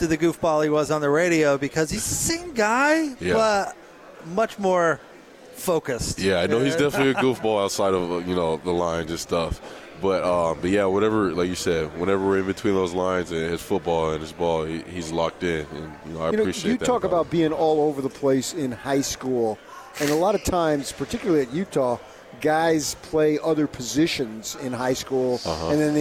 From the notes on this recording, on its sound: LIVE from Pac-12 Media Day in Los Angeles, CA.